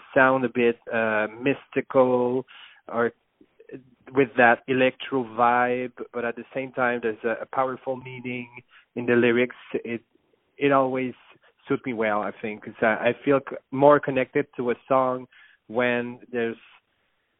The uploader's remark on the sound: On the phone